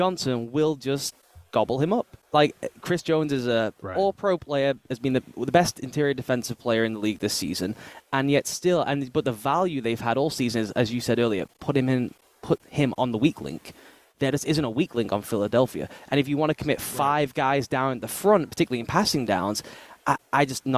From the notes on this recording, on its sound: In an excerpt from the Home & Home podcast live from Radio Row.